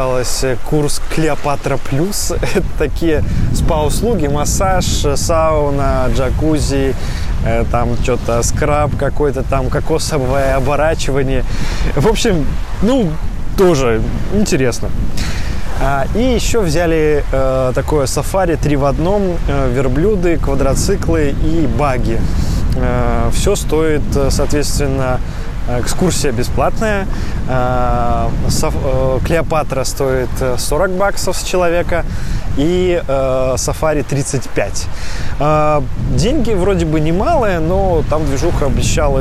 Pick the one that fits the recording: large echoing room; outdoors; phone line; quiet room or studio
outdoors